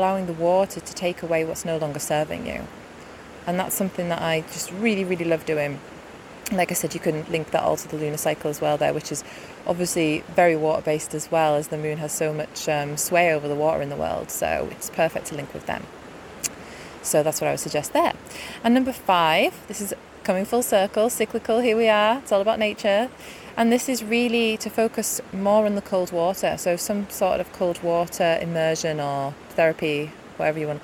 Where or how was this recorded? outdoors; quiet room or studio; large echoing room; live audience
outdoors